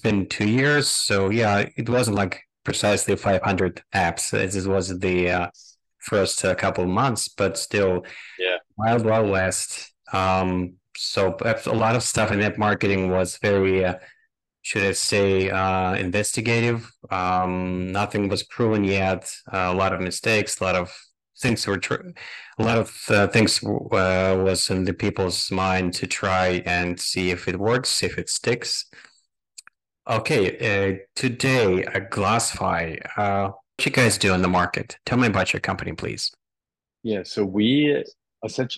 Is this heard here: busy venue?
no